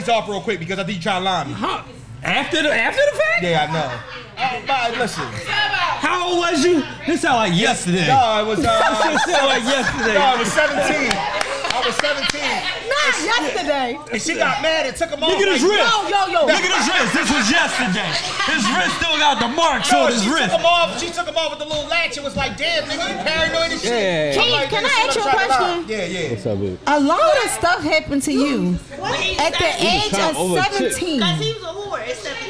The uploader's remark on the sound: Live From Krush Lounge in Philadelphia Pa on 4/4/23!